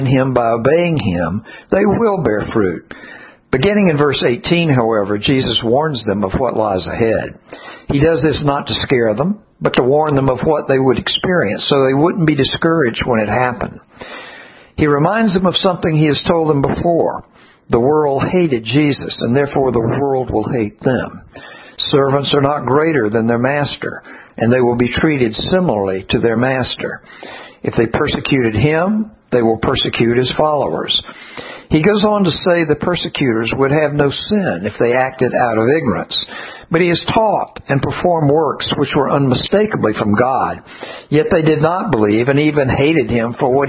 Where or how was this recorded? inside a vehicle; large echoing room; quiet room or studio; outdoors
large echoing room